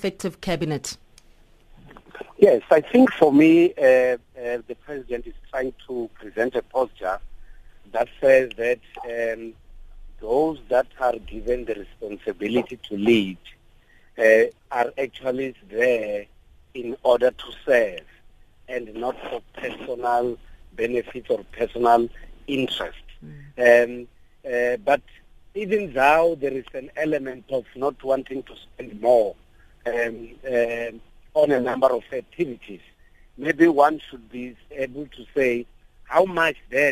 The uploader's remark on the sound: On the line we are joined